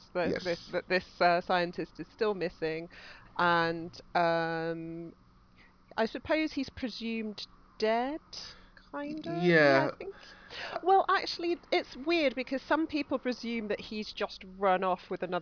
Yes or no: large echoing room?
no